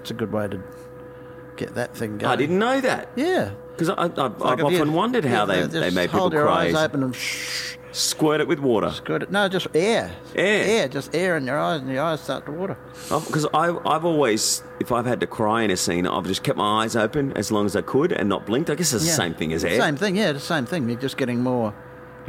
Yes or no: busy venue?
yes